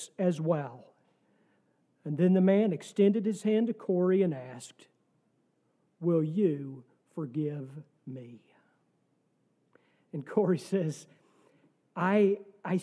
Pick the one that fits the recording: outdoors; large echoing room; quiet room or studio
large echoing room